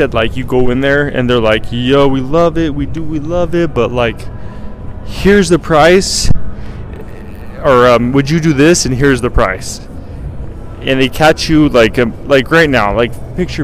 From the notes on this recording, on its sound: LIVE from RESORTS WORLD